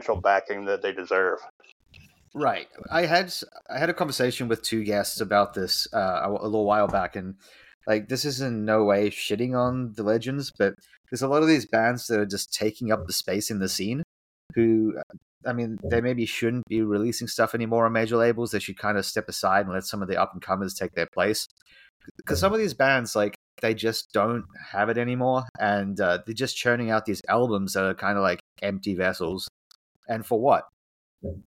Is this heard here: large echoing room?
no